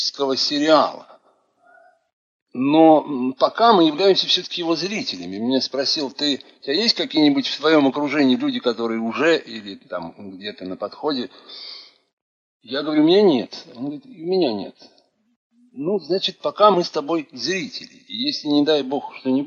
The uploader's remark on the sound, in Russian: В рамках двухчасового эфира в голосовом чате КСРК ВОС. В этот выпуск программы вошла запись той беседы.